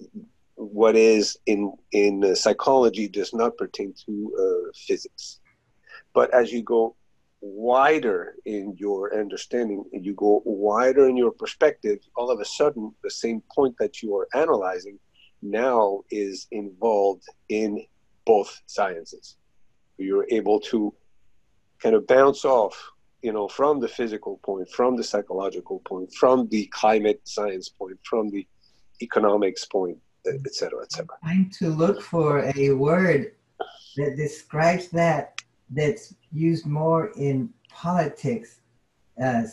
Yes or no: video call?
yes